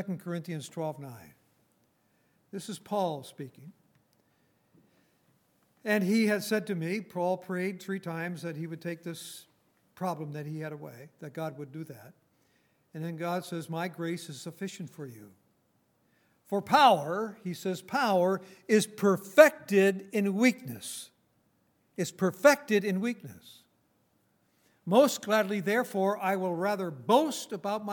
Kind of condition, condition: setting, large echoing room